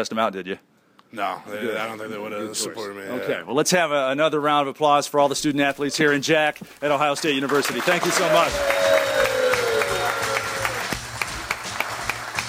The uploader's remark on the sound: Live at The Ohio State University